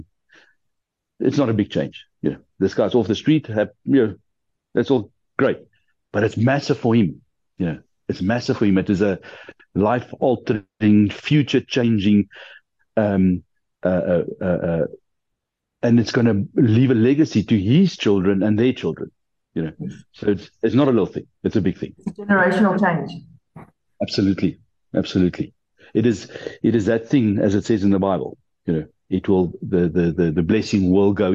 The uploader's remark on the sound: The Transformation Table Zoom Meeting